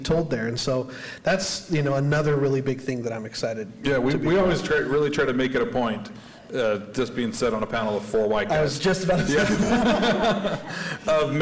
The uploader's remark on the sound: LIVE from SDCC 2023. We are coming to you LIVE from San Diego Comic-Con!